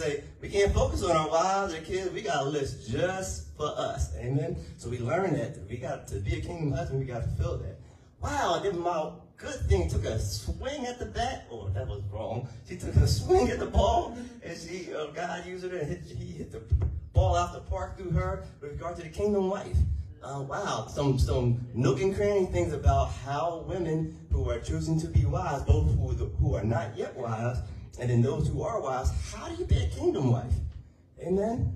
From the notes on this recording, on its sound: Sermon audio